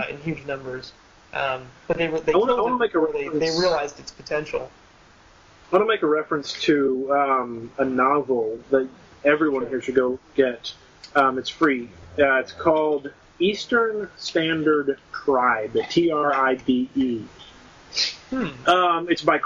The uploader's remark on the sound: This week we convened over Skype. We apologize for the audio quality.